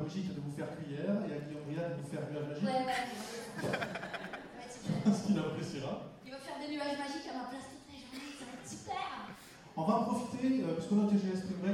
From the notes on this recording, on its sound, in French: Voici le premier enregistrement réalisé lors du Toulouse Game Show Springbreak 2016. On commence avec l'inauguration.